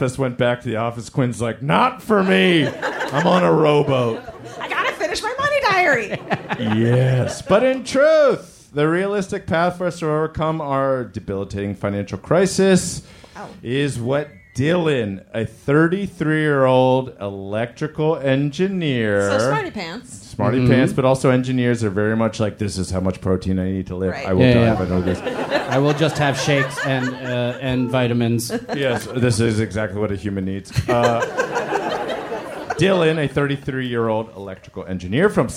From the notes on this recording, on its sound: It's Bananas live from the Dynasty Typewriter in LA!